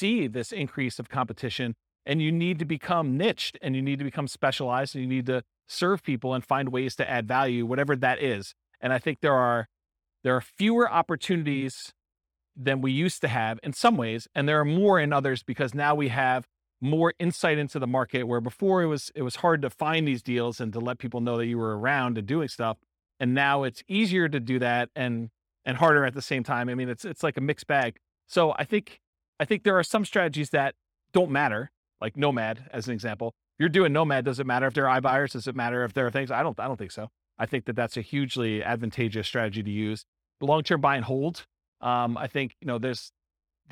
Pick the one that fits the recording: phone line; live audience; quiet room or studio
live audience